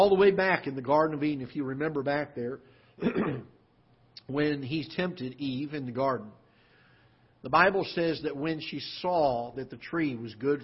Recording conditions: large echoing room